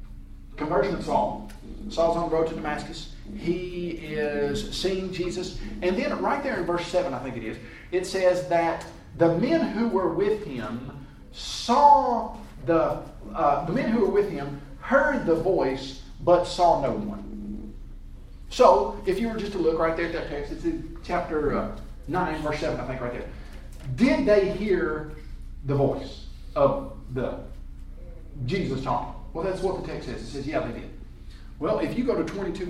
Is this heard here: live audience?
yes